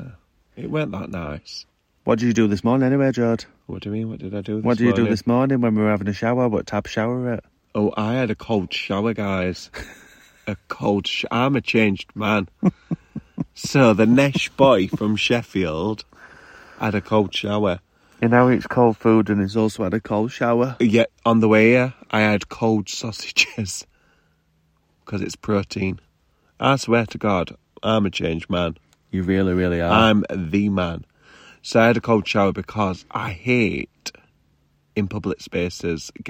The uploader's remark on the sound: Coming live from a campervan